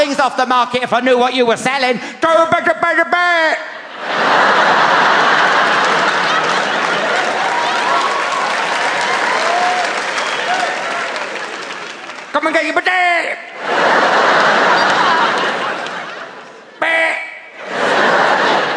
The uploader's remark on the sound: Recorded live at the legendary Hammersmith Apollo as part of his mammoth 158-date UK and Ireland tour.